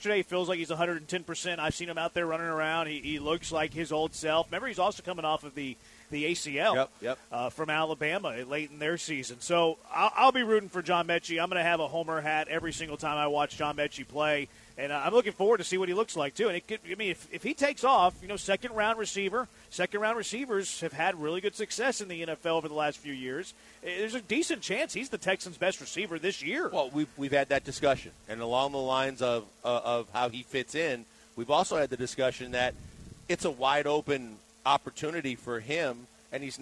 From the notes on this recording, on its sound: LIVE from Drift Bar in the Heights!